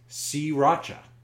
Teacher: it's the long E sound and the accents on the second syllable